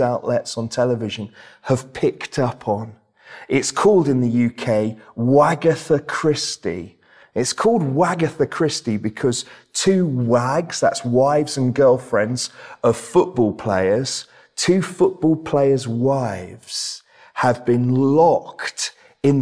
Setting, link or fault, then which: setting, large echoing room